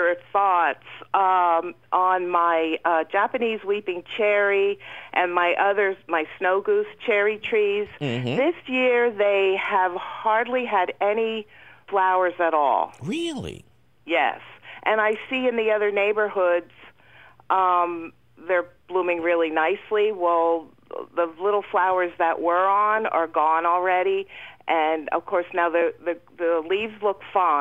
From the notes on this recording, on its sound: Of course, we take your fabulous phone calls.